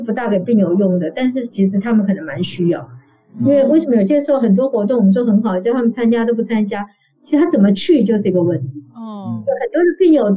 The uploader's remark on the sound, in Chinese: 本集採線上錄音，音質欠佳請見諒